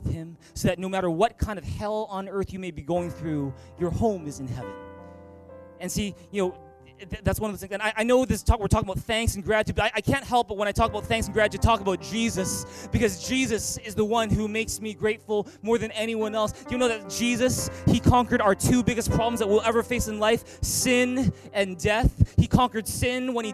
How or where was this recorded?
large echoing room